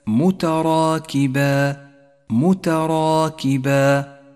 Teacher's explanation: جاءت الألف مفخمة في هذا الموضع لأنها سبقت بحرف مفخم وهو الراء، والألف تتبع ما قبلها في الترقيق والتفخيم. · Term: الألف المفخمة